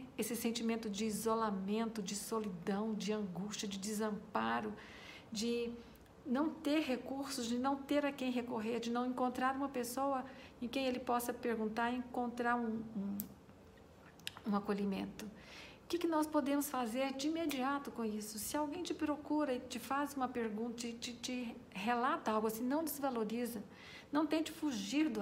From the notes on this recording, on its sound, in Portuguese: Aumentar o som durante a explicação pois o áudio deste arquivo está baixo.